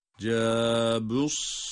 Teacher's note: Sad harfi kalın, ha kalın. Cebussahra, ra'da kalın okunma durumunda.